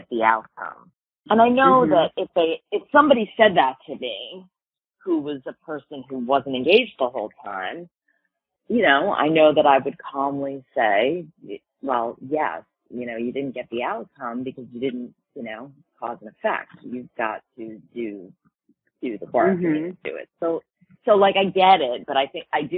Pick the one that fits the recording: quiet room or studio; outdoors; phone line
phone line